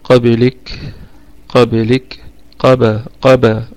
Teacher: الكاف نراعي فيها الهمسة حالة الوقف. قابلك قابلك قابا قابا، والقلقلة أيضا نراعيها، قابا قابلك قابلك هكذا.